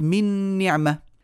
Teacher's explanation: من صفاتها الغنة هل الياء تخرج من الخيشوم لا طبعا إذا من أين جاءت هذه الغنة هي الأثر الباقي من النون المدغمة ولذلك الإدغام هنا إدغام ناقص إنما لما قلت من نعمة النون هنا دخلت في النون الثانية فصار النطق بنون واحدة مشددة · Term: إدغام كامل